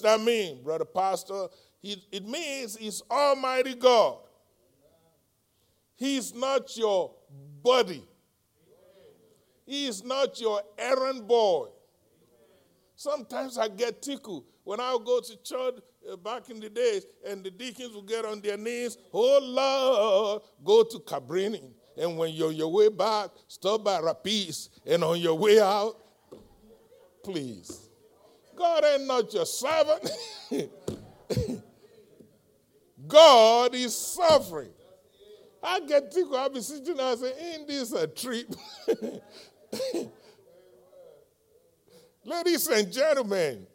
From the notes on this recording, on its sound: live-recording